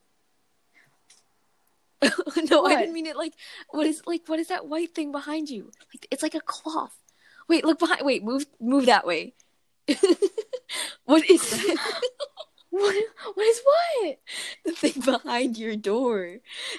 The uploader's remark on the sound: Just ignore us accidentally the fanning on the mics